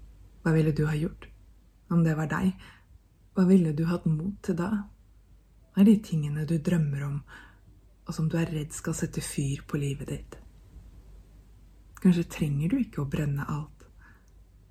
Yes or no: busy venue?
no